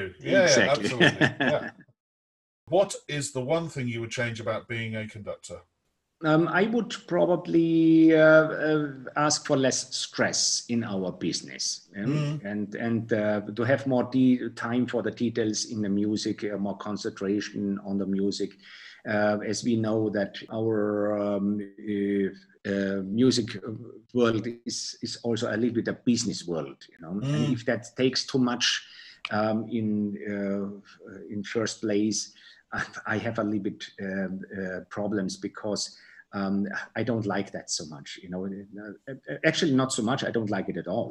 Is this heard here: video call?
yes